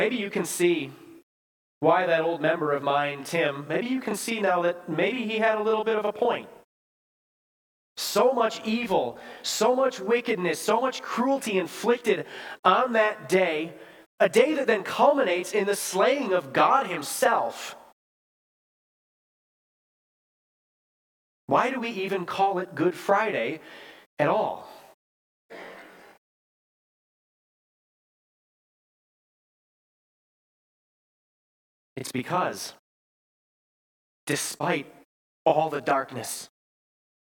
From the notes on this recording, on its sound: Bethany, Appleton, WI. Preached this sermon at Bethany's Good Friday worship on April 7, 2023.